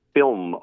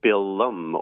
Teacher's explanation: that little schwa sound, that little short vowel sound that gets inserted there, that probably comes from Irish. · Shown in: second take